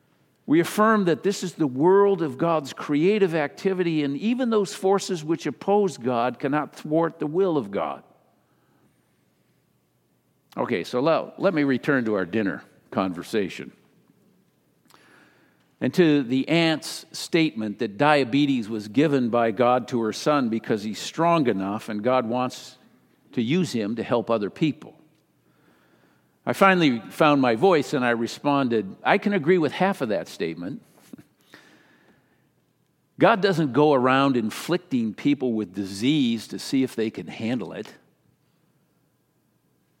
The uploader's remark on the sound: Sermon delivered during the Traditional Worship service.